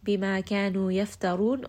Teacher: Ra in this case is also going to be heavy because it has a dhamma.